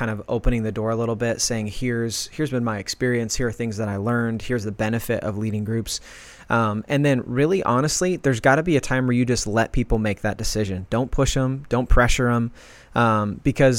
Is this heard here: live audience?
no